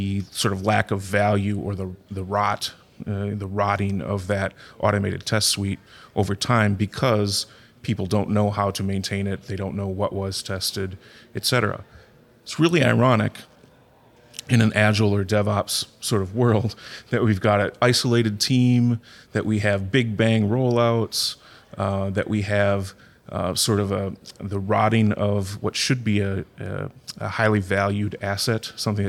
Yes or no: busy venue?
yes